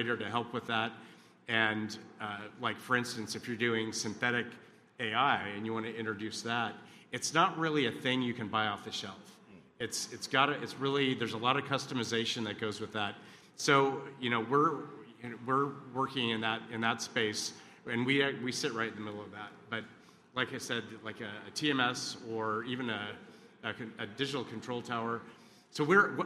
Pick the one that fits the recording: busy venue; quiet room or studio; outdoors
busy venue